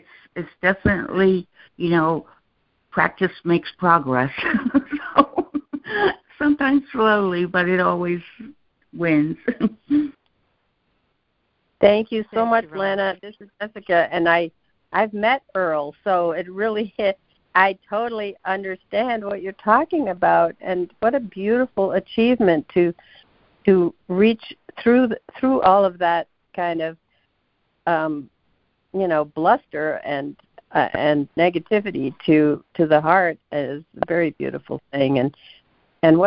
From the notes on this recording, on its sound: ACIM Daily Conference Call.